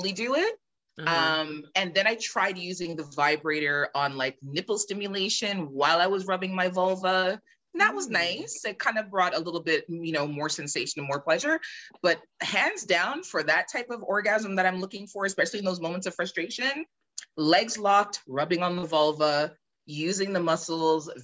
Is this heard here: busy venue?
no